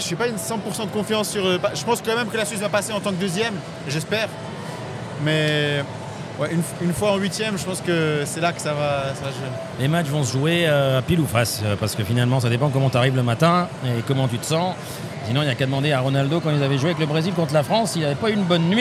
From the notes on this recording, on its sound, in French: Une émission spéciale en direct du salon Passion Football